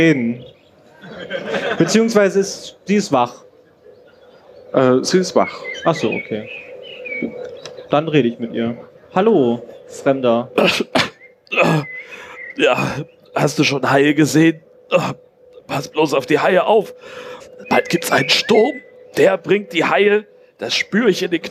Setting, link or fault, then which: setting, live audience